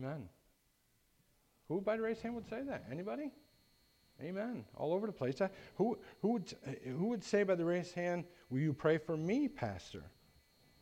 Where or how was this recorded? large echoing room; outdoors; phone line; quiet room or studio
large echoing room